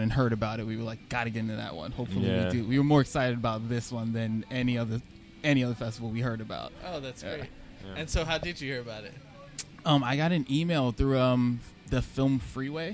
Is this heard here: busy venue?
yes